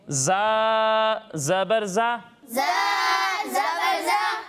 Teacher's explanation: जब हम ज़ा की अदायगी करेंगे तो इसमें सीटी की आवाज़ आएगी